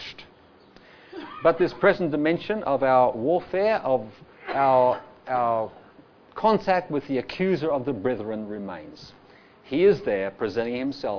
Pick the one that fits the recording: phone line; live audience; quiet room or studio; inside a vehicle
live audience